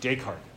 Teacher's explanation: In English, you say it as a trochee